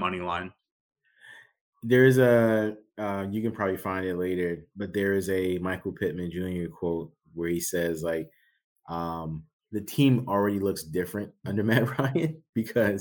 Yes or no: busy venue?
no